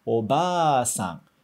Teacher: A gente junta os dois As e fica Oba-san. Fica só um A mais prolongado